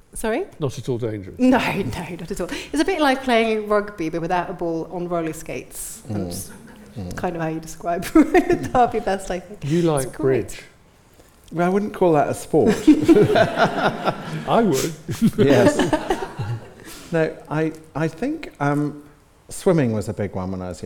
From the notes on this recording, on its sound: Recorded during their live show at The Royal in Northampton. Answer questions from the audience.